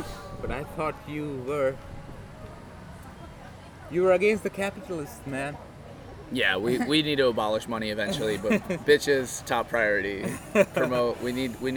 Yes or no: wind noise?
yes